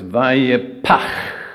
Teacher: First of all, there's the explosion, and then there's the long, drawn-out, outgoing breath.